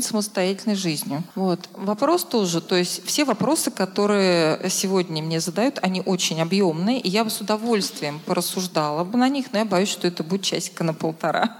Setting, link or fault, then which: setting, live audience